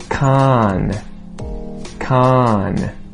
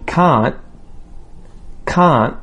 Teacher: If you hear can't, can't, it's different from can, can. That N sound is a lot more emphasized in the word can as opposed to can't. So let's compare these two words, okay, where we'll say the T released and then we'll say it unreleased.